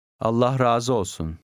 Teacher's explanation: The A in the second word is long, the undotted I disappears, and the last two words run together.